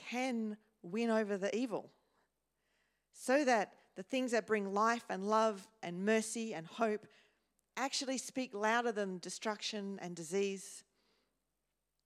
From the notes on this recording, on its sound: first preached in C3 Bathurst on 19 November 2023